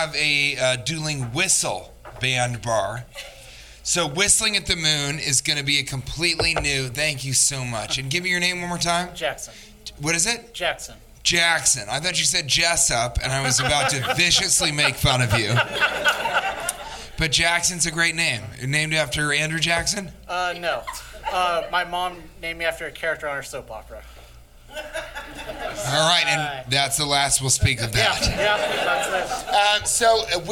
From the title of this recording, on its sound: Live from Virginia Beach Funny Bone